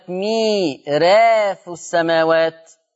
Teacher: وعندي كلمة ميراث السماوات، أيضا الراء مرققة نظرا لأنها مفتوحة ومسبوقة بياء مادية